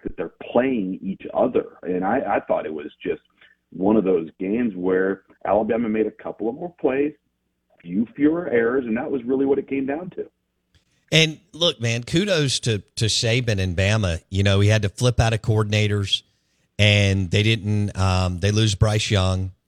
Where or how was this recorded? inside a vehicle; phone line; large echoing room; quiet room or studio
phone line